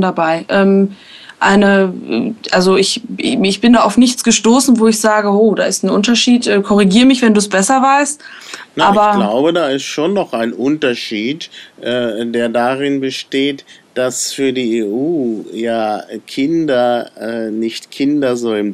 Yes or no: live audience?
no